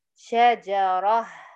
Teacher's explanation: لما أقف على التاء المربوطة بقف عليها بهاء